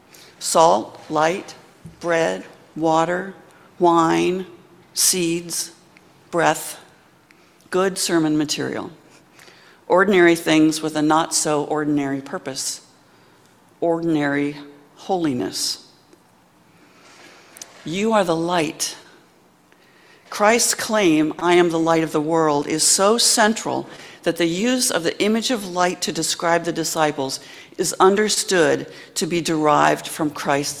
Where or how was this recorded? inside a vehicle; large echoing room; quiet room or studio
large echoing room